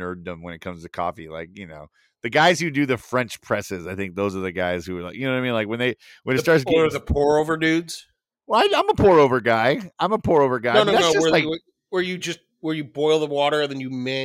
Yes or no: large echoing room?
no